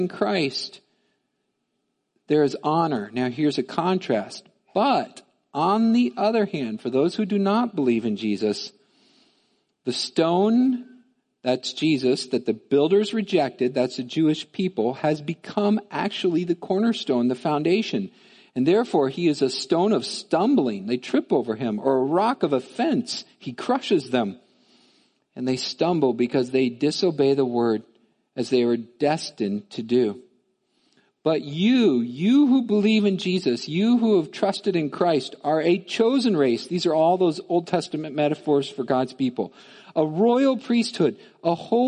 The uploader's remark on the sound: Midland Evangelical Free Church Sermon Audio